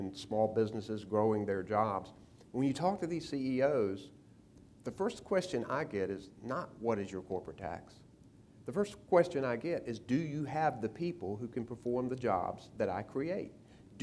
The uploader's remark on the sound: The interview was taped before a live audiences at the 3rd Annual Eggs & Issues Breakfast hosted by the Public School Forum of North Carolina.